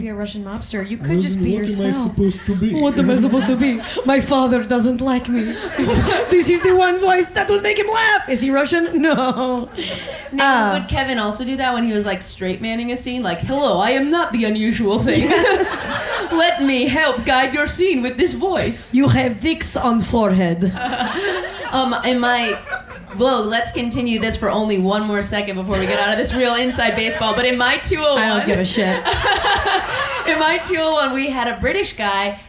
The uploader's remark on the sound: Live from Vulture Fest LA. Live at Vulture Fest in Los Angeles.